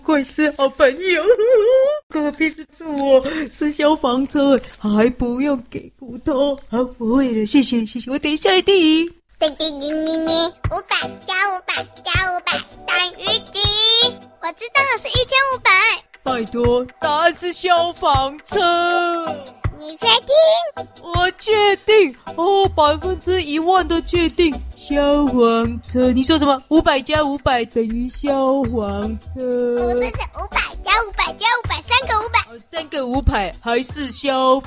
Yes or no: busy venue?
no